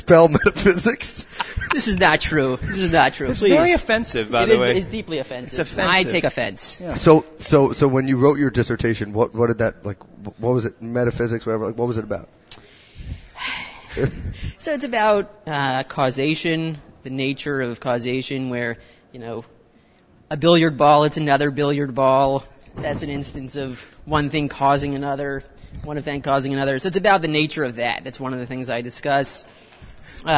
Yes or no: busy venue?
yes